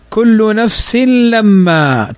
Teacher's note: تنوين بعده اللام واللام من حروف الإدغام بغير غنة